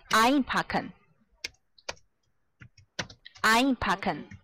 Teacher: 它是可分动词，重音在前面。